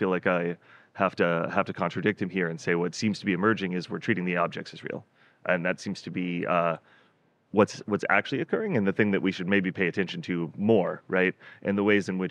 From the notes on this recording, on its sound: Live from Consensus 2023. Sit down for a live, in-person conversation on the breaking stories of Consensus 2023.